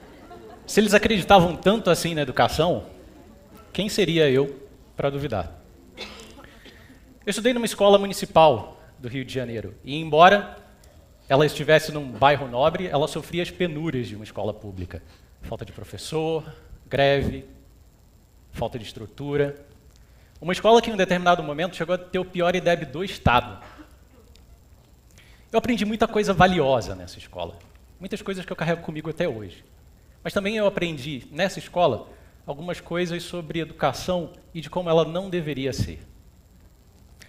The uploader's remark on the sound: TEDxRioED. This talk was given at a TEDx event using the TED conference format but independently organized by a local community.